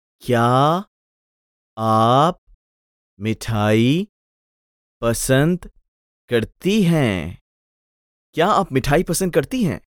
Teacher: Note again the rising intonation